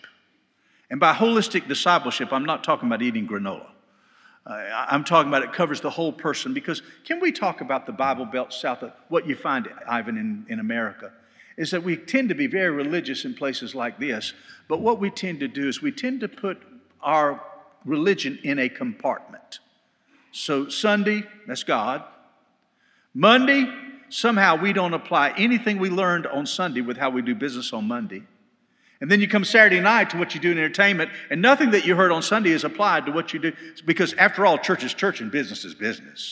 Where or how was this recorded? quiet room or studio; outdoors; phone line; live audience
live audience